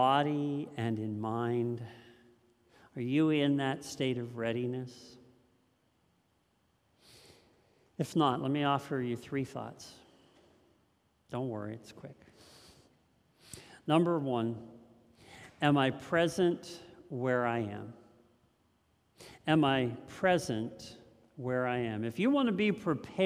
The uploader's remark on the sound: This message was first preached on 12/18/2022 at Linglestown Life